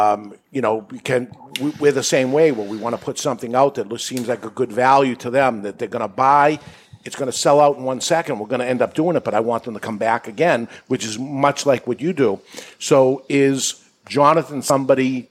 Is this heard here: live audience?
yes